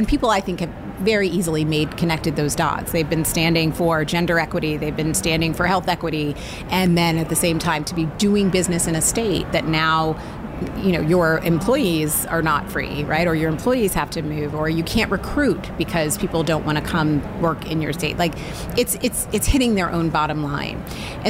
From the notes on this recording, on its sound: Recorded at HLTH in Las Vegas. In this mini episode of the podcast recorded at HLTH in Las Vegas.